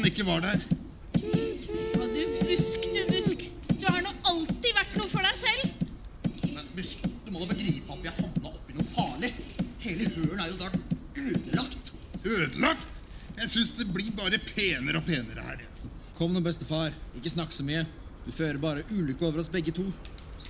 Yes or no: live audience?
yes